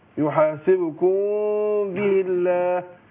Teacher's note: الميم الساكنة بعدها الباء بنعمل فيها ايه بنخفيها عند الباء بخفيها مع انفراج يسير في الشفتين اقول يحاسبكم به الله مع الغلة طبعا ايه حركتين يحاسبكم به